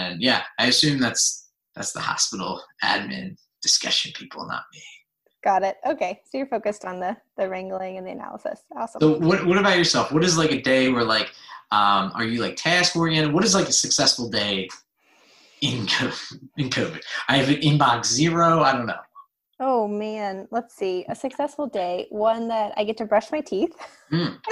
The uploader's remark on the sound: This episode was a Zoom video (not just audio!).